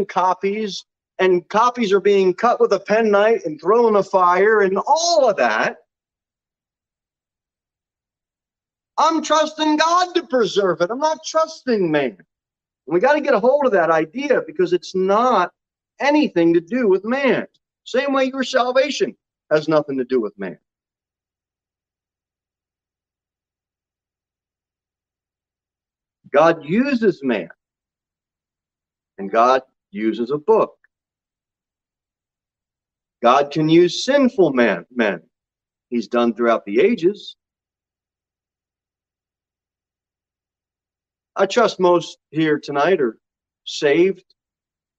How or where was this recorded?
large echoing room